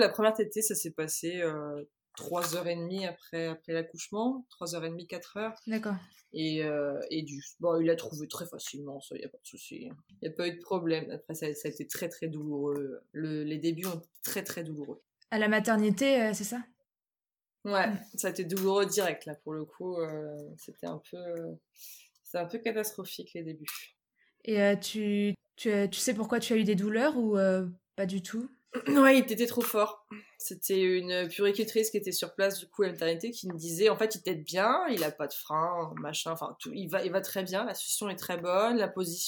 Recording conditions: poor sound quality